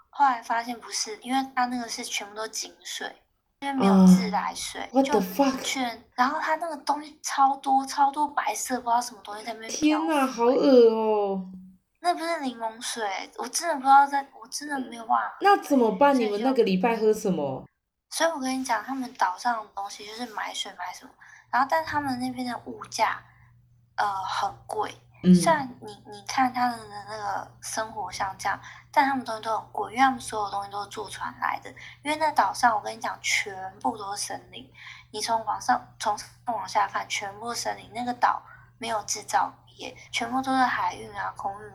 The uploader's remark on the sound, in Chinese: 我決定瞞著她打開手機錄音